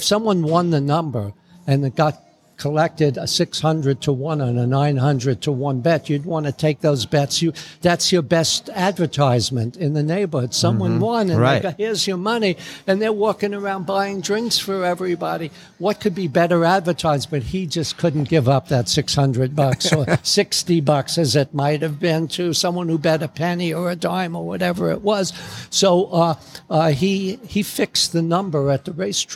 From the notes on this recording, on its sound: Recording from The Lemon Tree Café & Market in Las Vegas